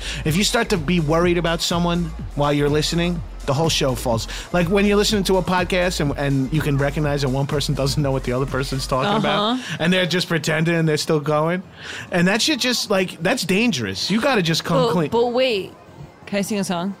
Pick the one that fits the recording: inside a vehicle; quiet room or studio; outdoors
outdoors